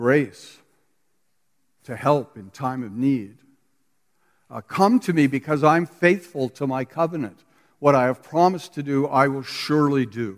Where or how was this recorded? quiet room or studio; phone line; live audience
live audience